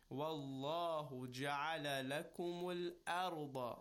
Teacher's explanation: because fatha comes before the lam of Allah, the lam of Allah will be recited with tafkhim